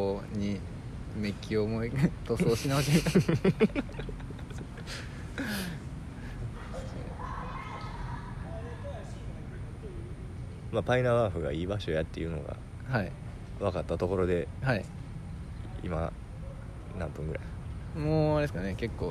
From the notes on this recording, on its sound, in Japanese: 武庫之荘にあるカリカエ公園の石のベンチで収録しました。